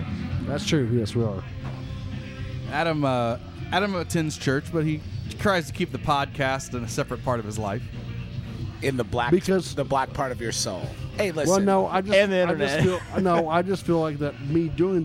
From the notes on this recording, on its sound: Joins us on location at the Vogue Theatre in Indianapolis for this special episode.